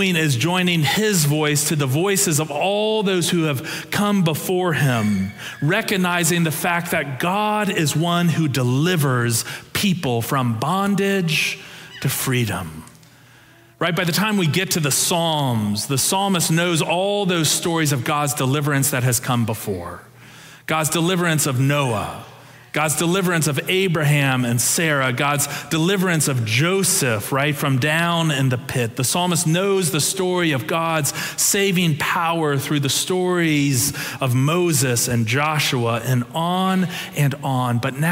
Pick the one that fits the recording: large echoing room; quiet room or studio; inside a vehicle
large echoing room